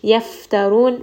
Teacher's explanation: Ra in this case is going to be heavy because it has dhamma. And then we end here on a four count mad'arid lissukun.